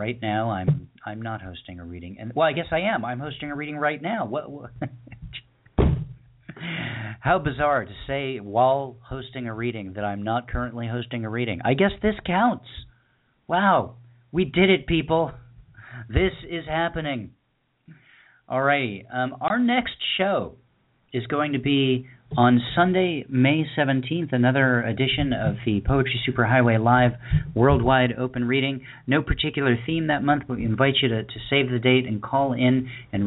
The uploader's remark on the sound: Poets calling in to read their poems from Stubenville, Ohio, Canada, Long Island, New York, Bangor Maine, Birmingham, Alabama, New York City, New York and Redondo Beach, California.